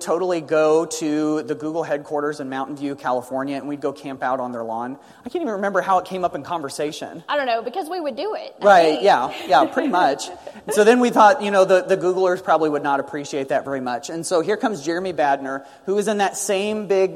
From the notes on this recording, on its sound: a joint keynote presentation they gave during the Summer of 2017